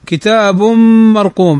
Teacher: تنوين بعد الميم والميم من حروف الإدغام بغنة